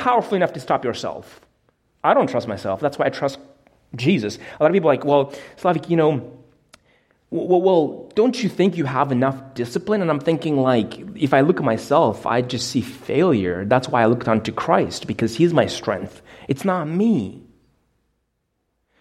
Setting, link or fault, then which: setting, large echoing room